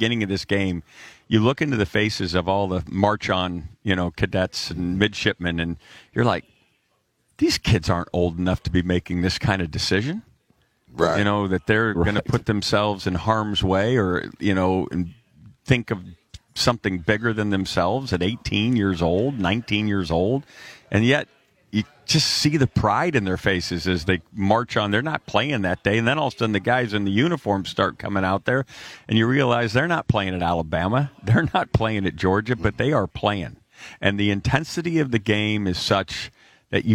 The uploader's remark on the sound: live from Radio Row in Boston for Army-Navy